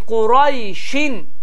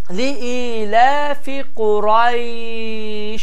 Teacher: Li ilə fi qurayşin olduğu halda vəqf etdiyimiz zaman, dayandığımız zaman li ilə fi qurayş in səsi deyilməyərək bu formada sukunlu bir şəkildə tələffüz olunur · Shown in: second take